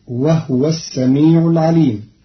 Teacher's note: قرأ قالون كلمة وهو بإسكان الهاء فتصير وهو السميع العليم، والضم والإسكان في لغة العرب.